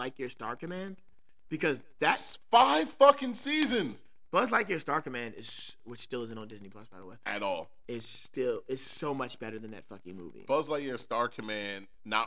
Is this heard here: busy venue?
no